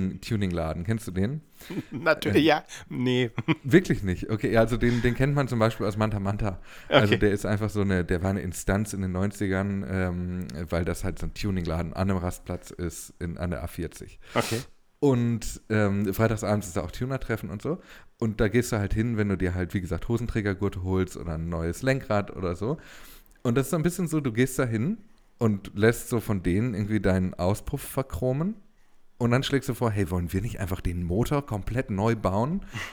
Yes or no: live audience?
no